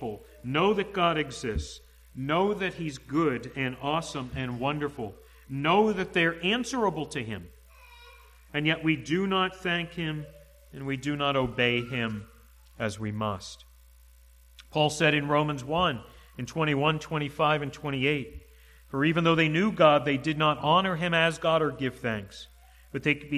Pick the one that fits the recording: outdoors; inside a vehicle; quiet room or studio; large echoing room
large echoing room